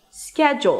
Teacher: the first syllable is the primary stress, so it's higher in pitch and longer. · IPA: ˈskɛdʒəl